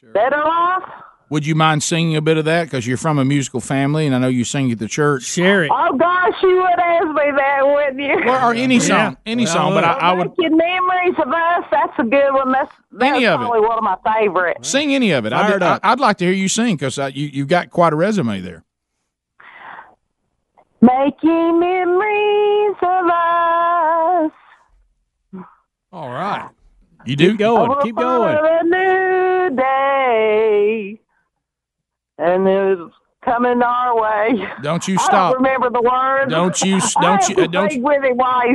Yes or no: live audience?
no